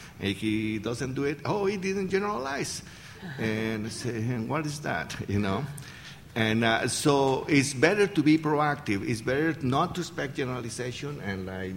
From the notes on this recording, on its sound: an excerpt from ClickerExpo 2011 in Lexington, Kentucky